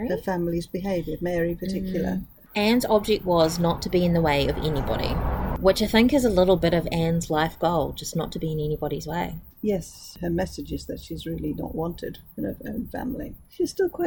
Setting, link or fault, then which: setting, outdoors